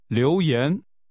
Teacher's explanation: This is pronounced with two rising tones.